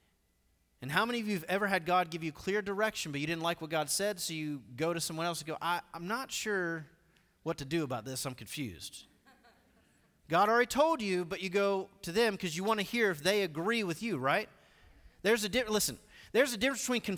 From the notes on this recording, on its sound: Recorded live at The Fellowship at Two Rivers.